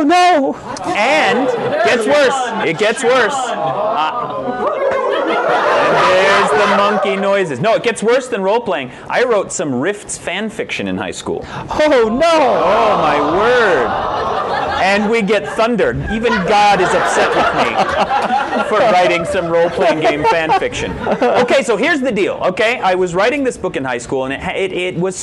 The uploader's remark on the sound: Recorded live at Dragons & Fairy Tales. Audience Noises: Delivered on cue, thanks to cleverly positioned signs...